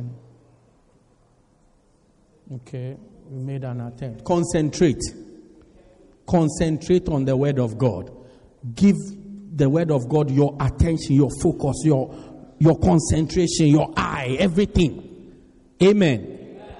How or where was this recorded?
large echoing room